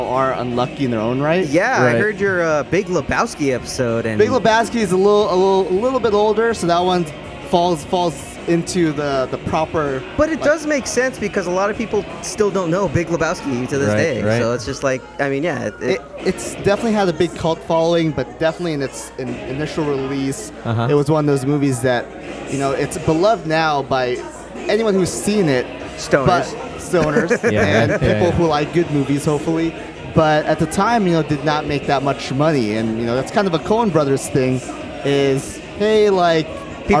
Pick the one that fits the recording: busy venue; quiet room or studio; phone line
busy venue